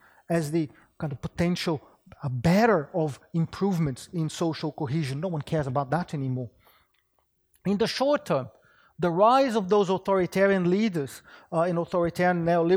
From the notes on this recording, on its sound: Wheelwright Memorial Lecture, presented by the Department of Political Economy at University of Sydney